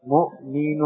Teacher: Panjangnya itu adalah kita keluarkan dari al-jawf. Tidak kita keluarkan dari hidung. · Term: bacaan panjang